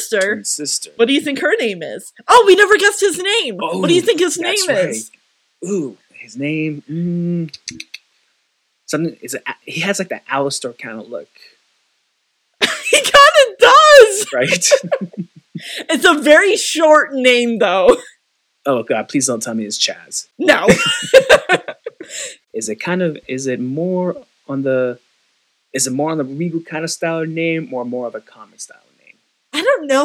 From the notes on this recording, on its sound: Apologies for the audio quality and if it is a bit uneven. Mic audio came in at very different volumes and it was tricky to edit. Were also both sick the day this was recorded back in November, so please excuse if both their voices sound sick.